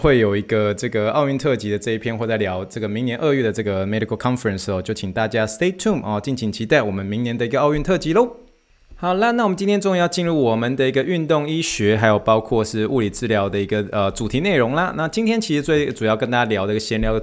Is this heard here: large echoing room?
no